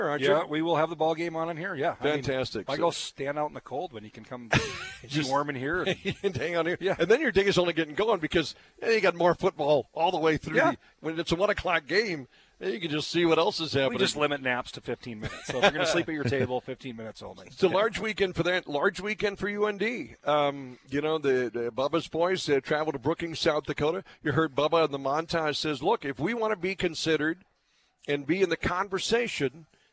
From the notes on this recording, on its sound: Live from Applebee's on 13th.